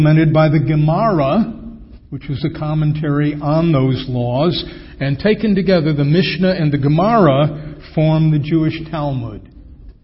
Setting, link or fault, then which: setting, large echoing room